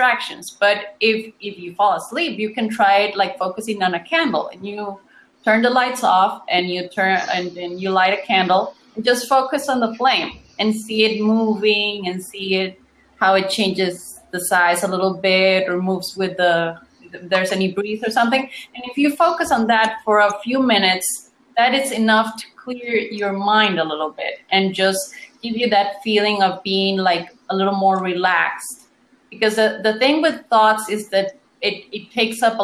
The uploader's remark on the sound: I have downloaded the audio from that online meeting for our listeners to enjoy on The SHAIR Podcast.